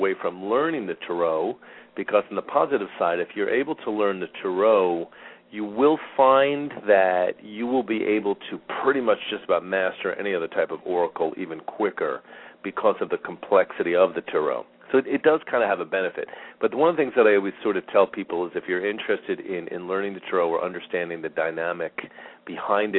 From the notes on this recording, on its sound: Callers with questions or comments are encouraged to call in live, or to ask questions in the chat room. Halfway through the show the phone lines will open for question and comments.